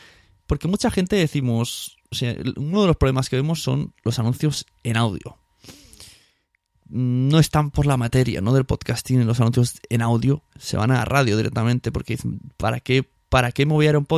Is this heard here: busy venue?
no